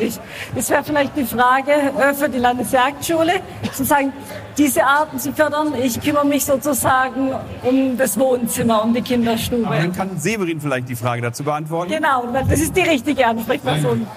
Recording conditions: busy venue